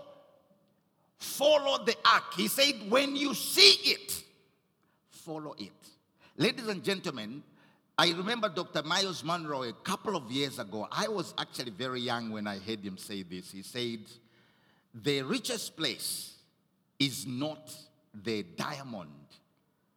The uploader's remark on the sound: Recorded at Doxa Deo Tshwane Central on the 12th of November